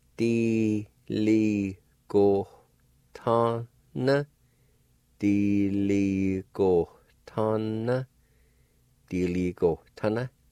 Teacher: right before the T, there's a kind of a faint H sound